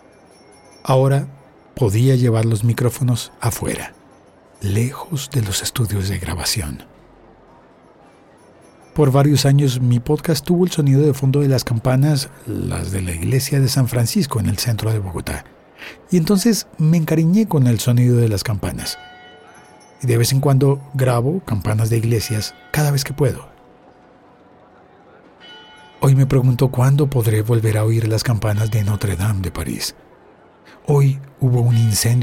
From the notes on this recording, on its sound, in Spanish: El sonido caótico de la plaza, invadida de turistas haciendo una enorme fila para entrar a conocer Notre Dame de Paris. Pero aquel medio día tan caluroso, por primera vez estaba allí con mi teléfono inteligente y un micrófono estéreo entre el bolsillo.